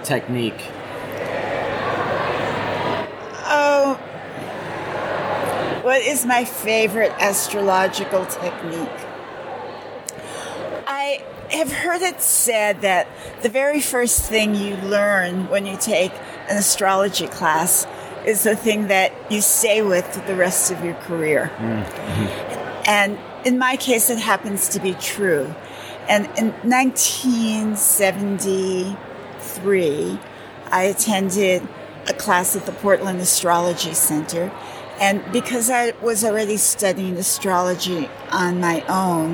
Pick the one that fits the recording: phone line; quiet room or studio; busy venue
busy venue